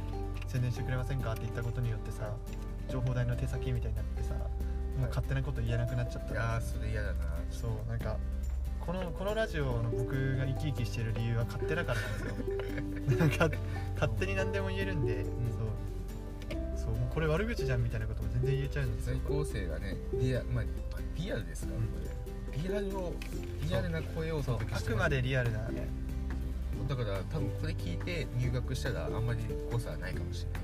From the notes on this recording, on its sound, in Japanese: Anchor←このアプリで収録してます